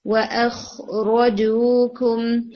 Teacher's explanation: اس میں صرف آپ کو جیم ٹو حرکہ لے کر جانا ہے. را آپ کا جو ہے وہ شارٹ ہوگا یعنی ون حرکہ تک